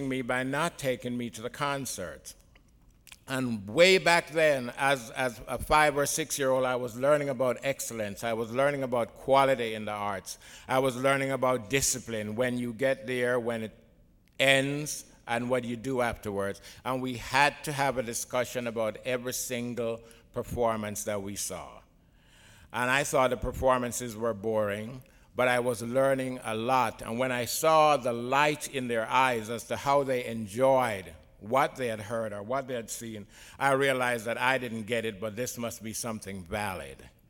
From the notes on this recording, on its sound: Recorded at the Academy of Achievement's 2001 Summit in San Antonio, Texas. He tells the Academy's student delegates.